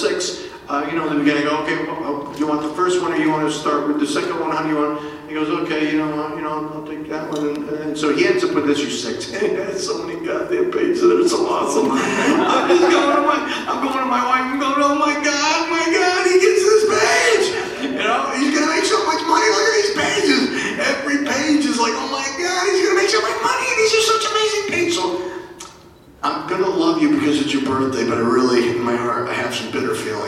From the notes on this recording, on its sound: We’ve had some technical problems this week, but it hasn’t stopped us from bringing you some great content from Planet Comicon!